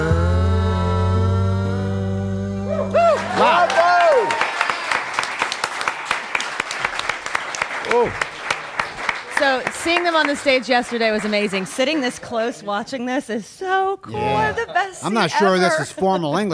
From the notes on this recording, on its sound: Live from the Whispering Beard Festival in Friendship, Indiana part two.